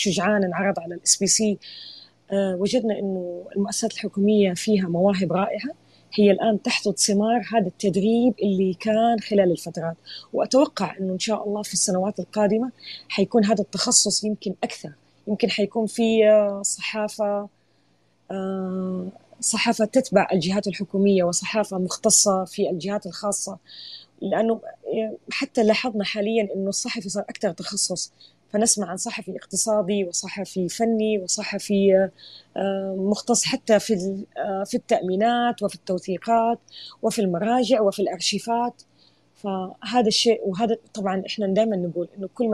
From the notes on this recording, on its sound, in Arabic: تسجيل لمساحة ابن رشد الأسبوعية على منصة تويتر